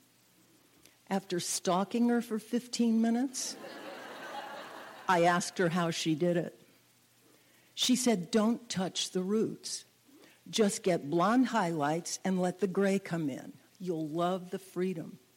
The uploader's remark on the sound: Introduces herself before telling a story in front of a live audience, at Lip Service. She tells her story in front of a live audience in Miami. Many of the audience members are over 40 years old.